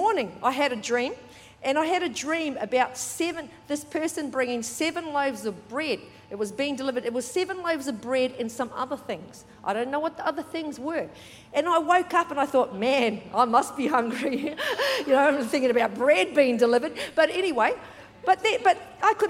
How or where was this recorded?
large echoing room